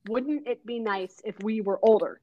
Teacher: the rhymes are feminine rhymes, as in they have the extra syllable at the end, so the last syllable or the last beat is not strong, or it's strong weak instead of weak strong.